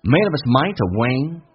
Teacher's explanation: 也就是 h 音不发音，用前面的 p 跟后面的 a 形成个连音，同时 p 要浊化成 b · Term: 击穿